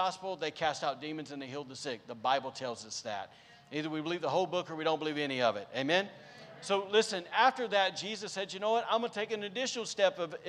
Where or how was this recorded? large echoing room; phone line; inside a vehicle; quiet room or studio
large echoing room